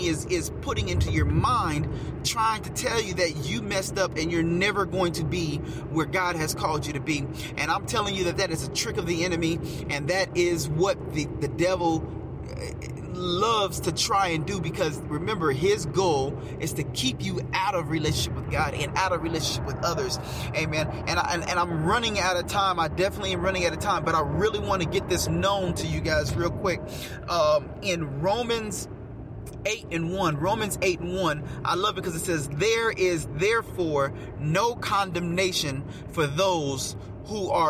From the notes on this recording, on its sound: Get in the car with me and let's take a ride